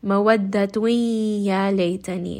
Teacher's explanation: And because ya is part of yarmalun, we know that it is going to be idgham. So we're going to merge the noon sound into the ya.